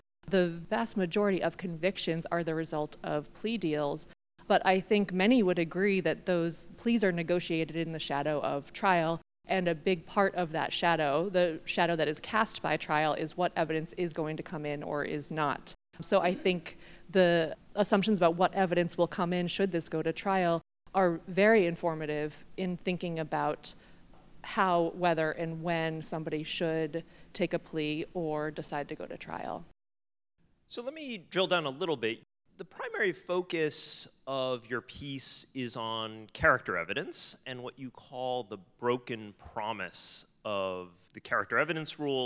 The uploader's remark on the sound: This episode was recorded live at a Connecticut Public Interest Law Journal symposium at UConn School of Law.